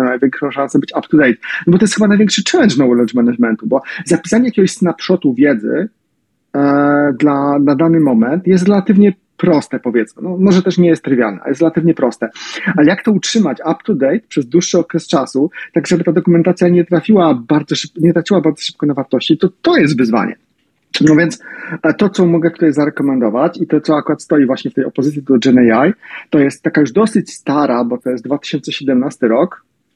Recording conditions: video call